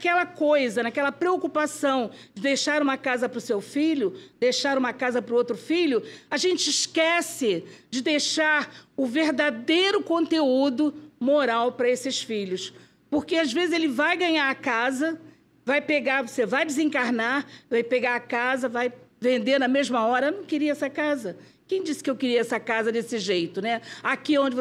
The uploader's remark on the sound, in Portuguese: Palestra ao Vivo